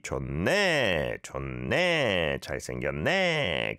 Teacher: Go up at the end to sound like a real Busanite.